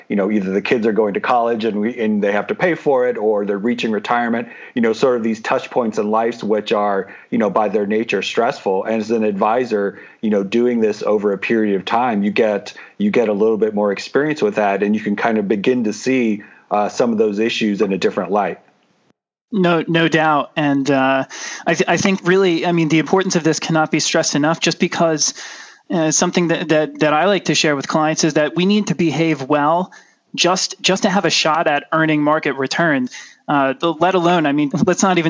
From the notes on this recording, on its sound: on the phone